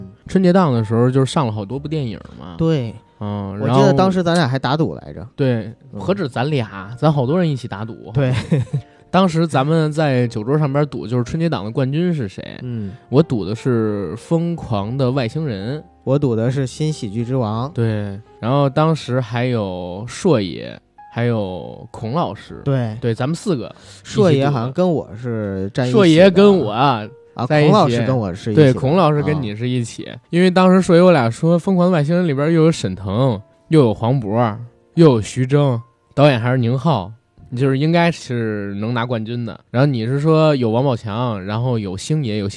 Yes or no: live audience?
no